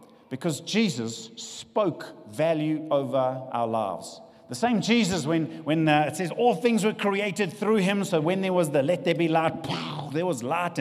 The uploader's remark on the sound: This session was recorded live at Venture Church, Fairlands, Johannesburg.